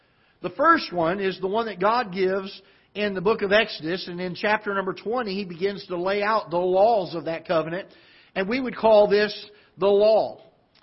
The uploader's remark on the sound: Ketha Heights Baptist Church ~ Live Broadcast